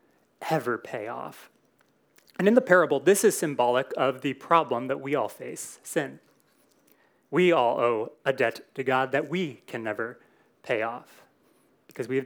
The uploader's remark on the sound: Recorded in SAL101.